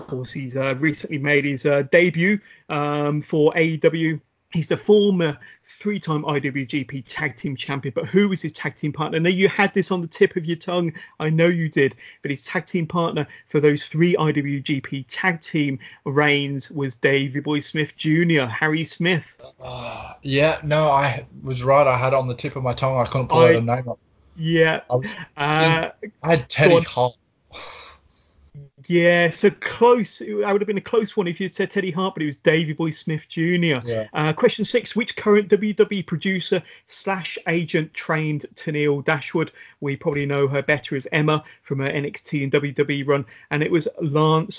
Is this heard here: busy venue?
no